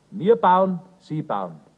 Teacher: Für den sprachlich Unerfahrenen kaum hörbar, bringt das N, wo es der Stammsilbe folgt, etwas Nasales in das Wort.